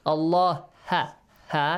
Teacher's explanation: the letter ha, which is a soft one. Just breathe out.